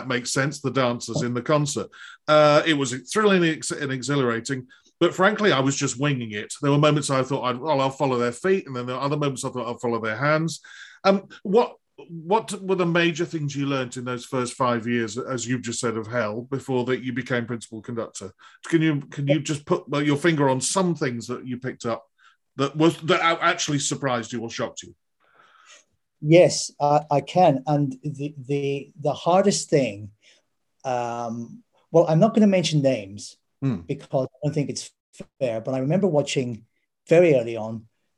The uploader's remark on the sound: This interview was recorded on 25th August 2021 via Zoom.